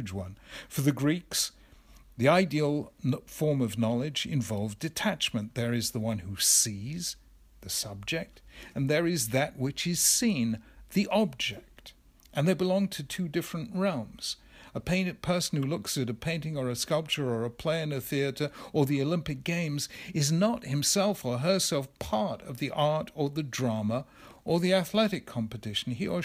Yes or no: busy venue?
no